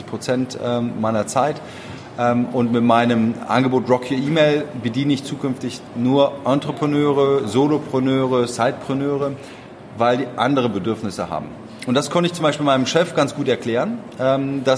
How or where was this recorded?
live audience